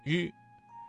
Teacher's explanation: 发音要点是舌尖卷起接近硬腭前部，但不完全阻塞气流，形成一种轻微的颤音 · Term: 翘舌音